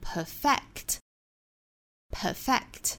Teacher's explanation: 这个词作为动词重音的位置在第二音节